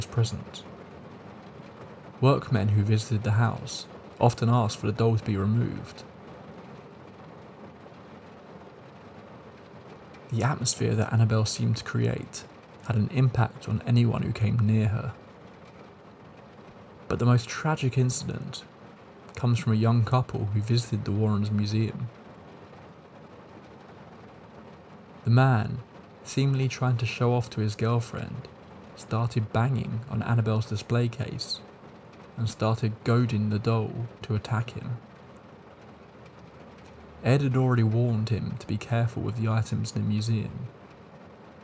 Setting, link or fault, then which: fault, sounds in the background